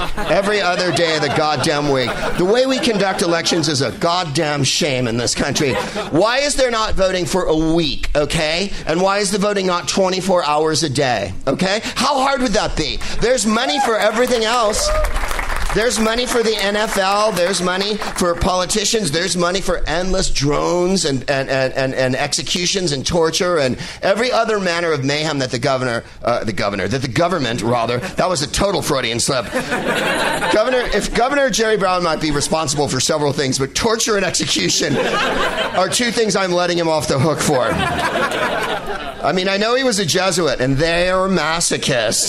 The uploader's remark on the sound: Live from the Punchline in Sacramento